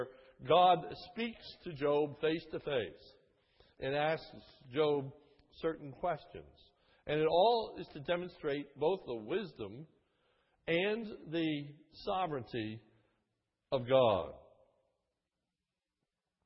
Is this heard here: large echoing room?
yes